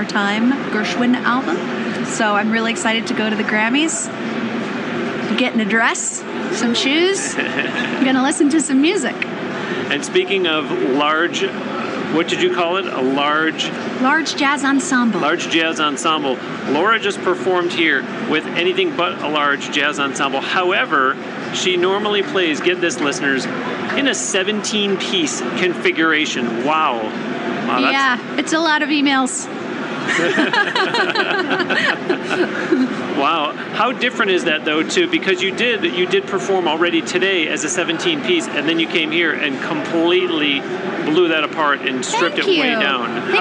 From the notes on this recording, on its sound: sat down for a Q&A as well during the Winter 2017 NAMM show in California